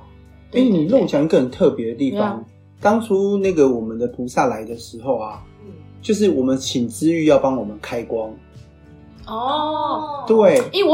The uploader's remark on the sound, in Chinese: 由於設備不足收音狀況欠佳